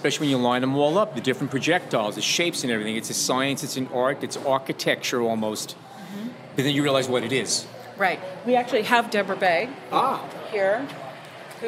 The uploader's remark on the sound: Under starry skies, we took our recorders and headphones to a collection of shipping containers in Brooklyn, known as Photoville 2018. Under starry skies, we took our recorders and headphones to a collection of shipping containers in Brooklyn, known as Photoville 2018.